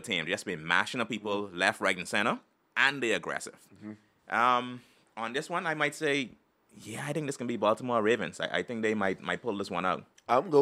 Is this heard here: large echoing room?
no